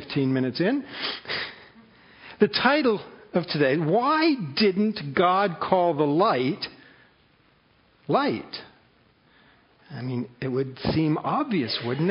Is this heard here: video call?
no